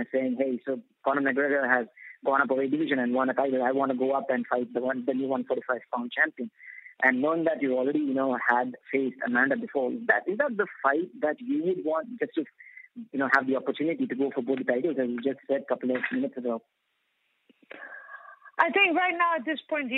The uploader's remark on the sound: Post-UFC 208 Conference Call